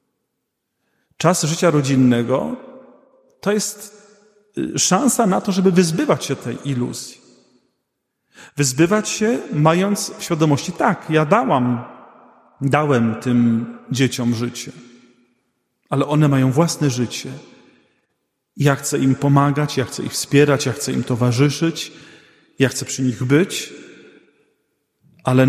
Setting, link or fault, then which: setting, large echoing room